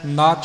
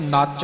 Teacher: ਇਉਂ ਇਹਦਾ ਪੋਲਾ ਉਚਾਰਨ ਹੈ ਕੱਸ ਕੇ ਨੱਚ ਨਹੀਂ ਕਰਨਾ · Shown in: first take